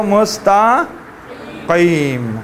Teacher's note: قاف کو موٹا اور بھاری آواز میں ادا کریں گے، چونکہ یہ حروف جب لو بل لگتا ہے یہ نا اوپر زبان کی جو اوپر کی طرف مائل بھی ہوتا ہے، جس کی وجہ سے یہ موٹا اور بھاری آواز میں ادا ہو جاتا ہے۔